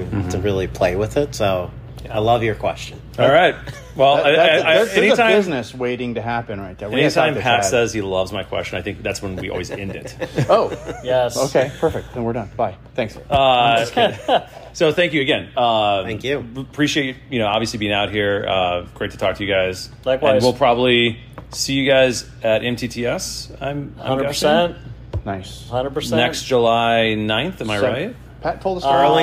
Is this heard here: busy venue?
yes